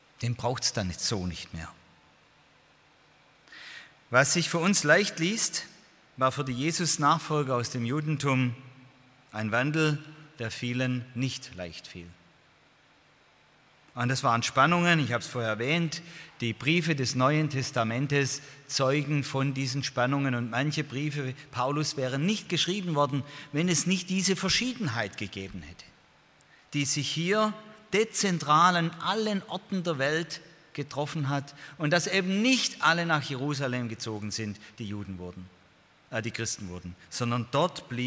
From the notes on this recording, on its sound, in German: beim Freundestreffen der Liebenzeller Mission